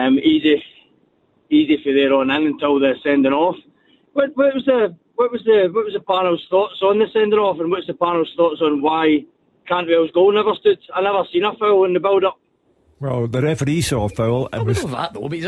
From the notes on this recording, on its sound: we open the phone lines